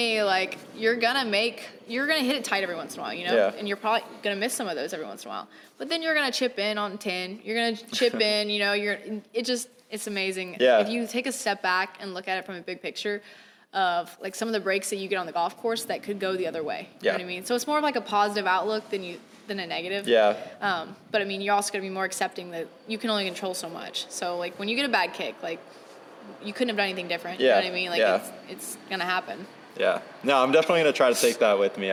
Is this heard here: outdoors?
yes